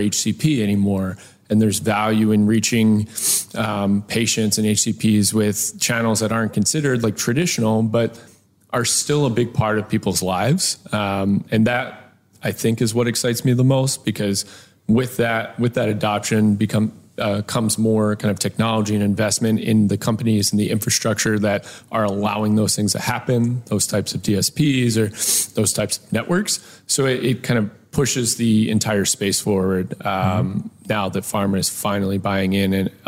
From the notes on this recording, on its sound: Interviews from the Media Summit sidelines. Soundbites from the sidelines of the MM+M Media Summit.